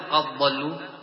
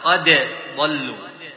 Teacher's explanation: فصل الدال عن الضاد قد وليس الإدغام · Shown in: second take · لا نقول قد ضلوا إنما قد ضلوا تشمت لا تشمت بها